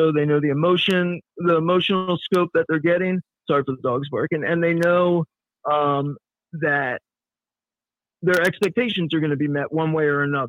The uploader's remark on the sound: With a special call